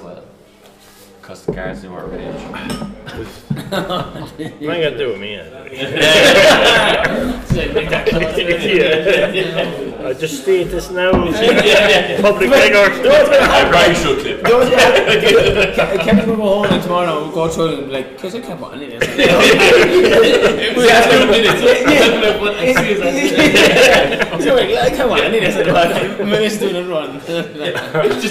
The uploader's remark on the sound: This podcast was recorded in the High Cross Inn, Moone, Co. Kildare during Christmas 2023.